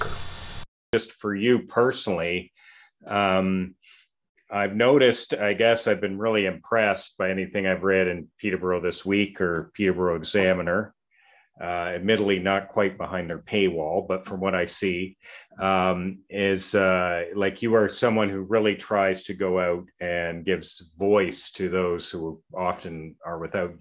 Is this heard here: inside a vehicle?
no